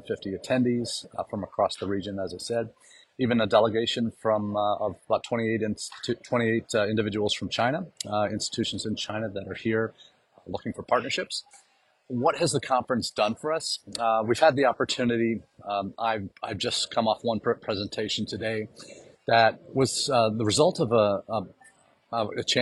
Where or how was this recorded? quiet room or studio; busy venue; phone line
busy venue